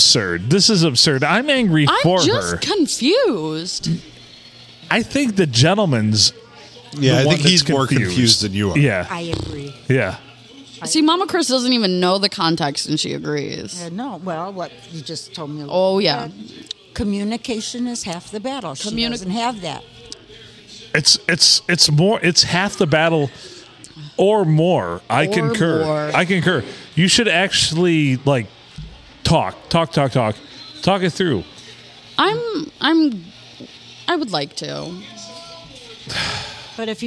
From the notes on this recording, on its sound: Recorded during a football game on a Monday night at the Blue in the good old 4-69!